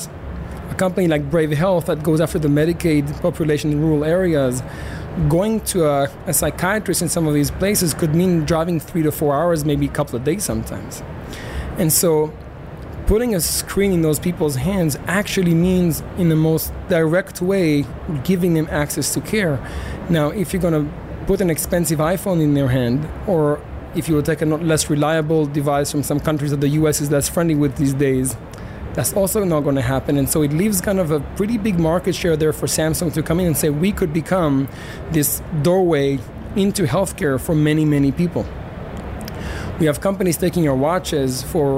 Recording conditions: busy venue